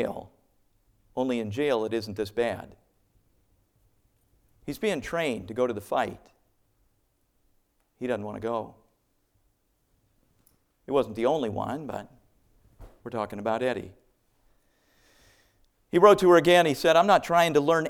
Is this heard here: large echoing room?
yes